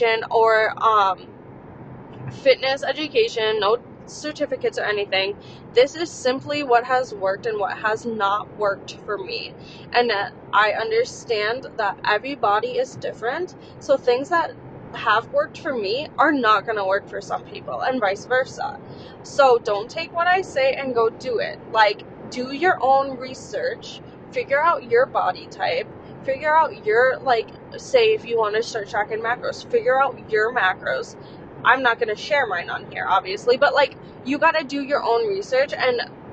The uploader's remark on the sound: while driving to the wedding